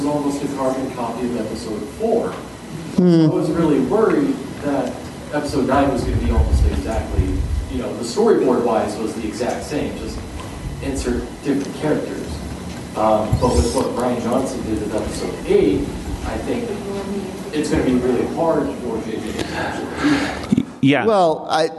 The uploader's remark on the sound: Phoenix Comic Fest. Then join the show for their panel from the convention.